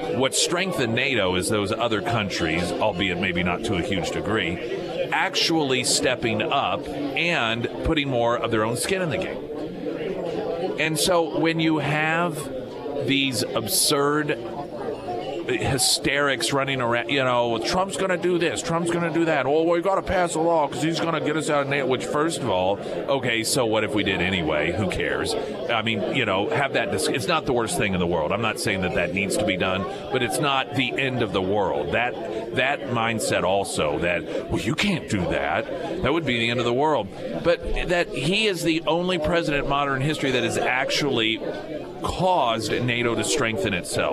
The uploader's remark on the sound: live at Scramblers Diner